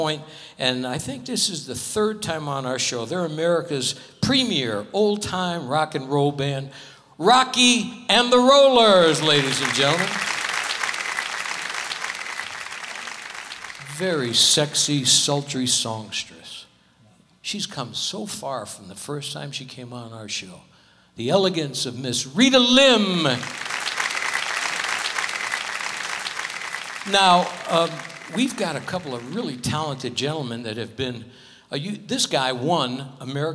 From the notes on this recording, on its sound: Live at the SouthPoint Casino.